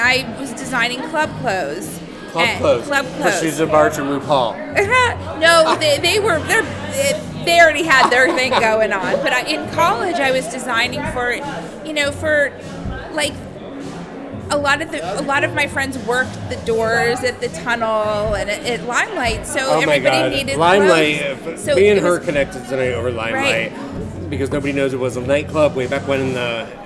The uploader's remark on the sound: Live at the Phillips Collection